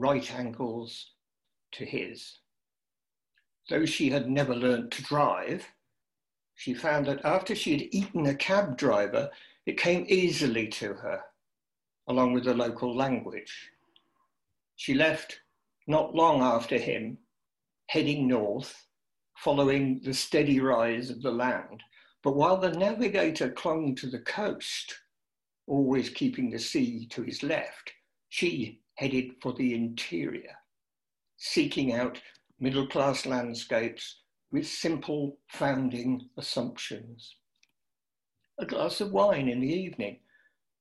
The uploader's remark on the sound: Recorded remotely via Zoom due to the COVID-19 pandemic.